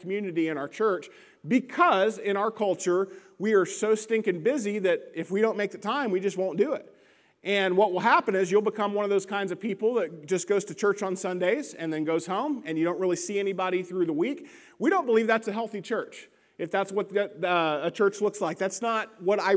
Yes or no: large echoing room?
yes